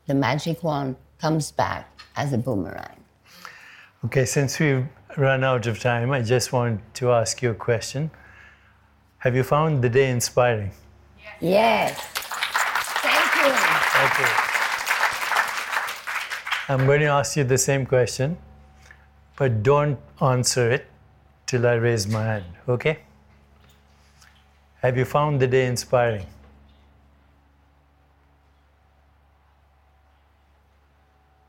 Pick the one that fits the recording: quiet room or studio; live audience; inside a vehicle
live audience